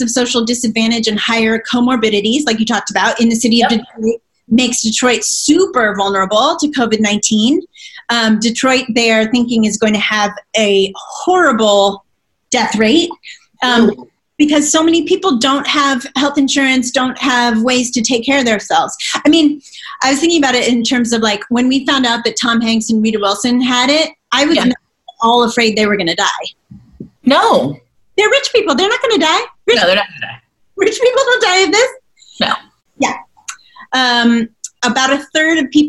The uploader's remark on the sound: Recorded on a zoom call. Better than nothing but not great either.